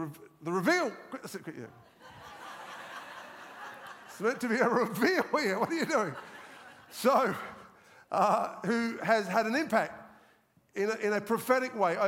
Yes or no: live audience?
yes